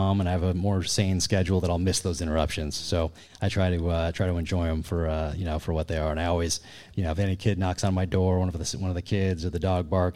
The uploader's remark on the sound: Joins the show live from his book signing at Barnes & Noble in Austin, TX.